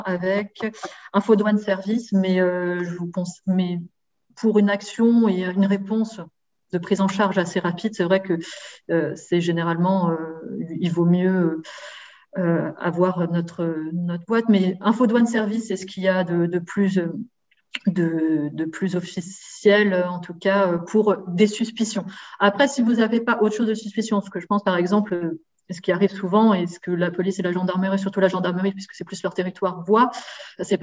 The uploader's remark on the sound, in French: Séminaire de recherche enregistré sur Zoom.